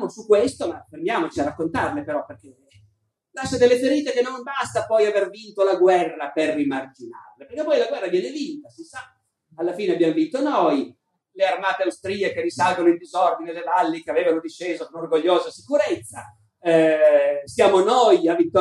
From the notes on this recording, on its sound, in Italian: Moby Dick Festival, 2018. Al Moby Dick Festival 2018 di Terranuova Bracciolini.